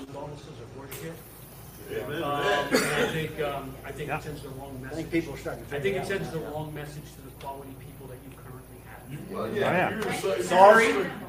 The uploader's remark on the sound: I got to speak to a small room full of my peers from Service Drive Live at Titos and Tshirts 2022; the first live event since the group's inception.